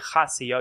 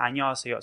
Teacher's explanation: So they're like, you don't say annyeong haseyo, you don't say haseyo, you say annyeonghaseyo. So you skip h sound · Shown in: second take